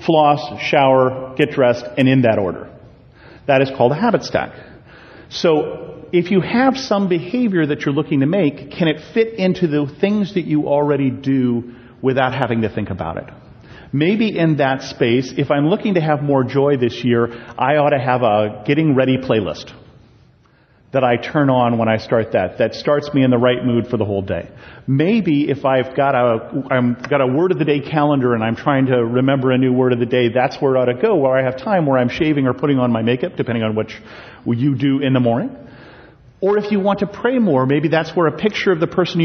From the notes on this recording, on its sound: a sermon I preached at Bethel Lutheran Church in Cupertino